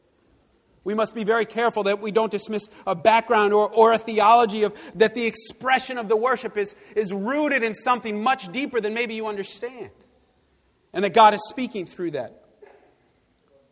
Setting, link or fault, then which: setting, large echoing room